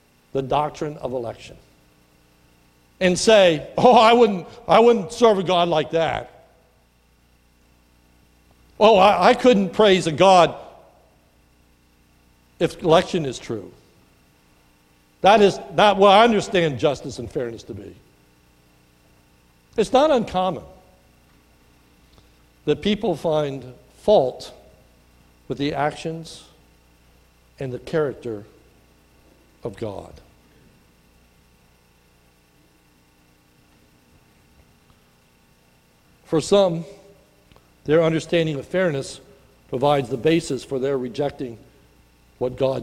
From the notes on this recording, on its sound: This is a sermon recorded at the Lebanon Bible Fellowship in Lebanon, PA on 7/8/2018 during the morning service